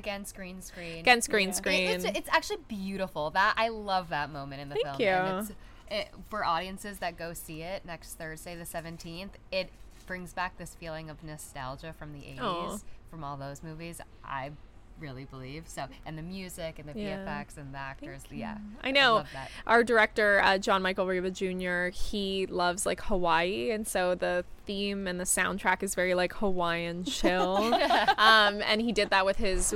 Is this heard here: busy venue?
yes